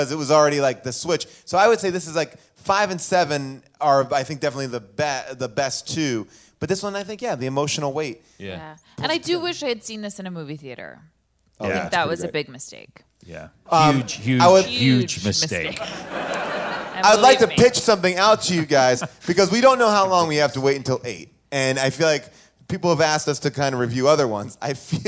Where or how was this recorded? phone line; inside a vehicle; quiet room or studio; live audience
live audience